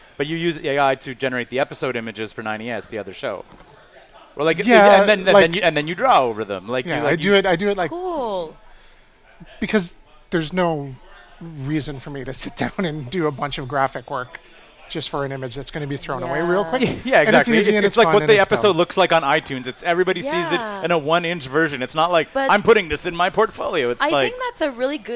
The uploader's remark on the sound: at the back of Grumpy’s to record this podcast